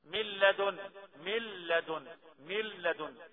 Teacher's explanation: ملدن يعني النون راحت خالص صفه وحرفا فتبقى اللام مشدده ملدن ادغمت النون ادغام كامل في اللام